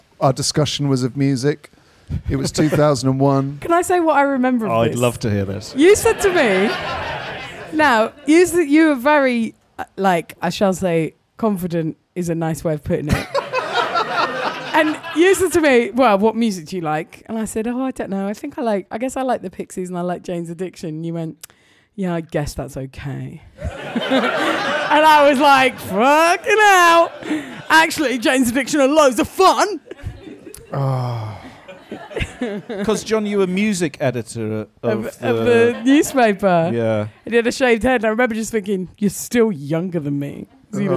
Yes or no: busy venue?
yes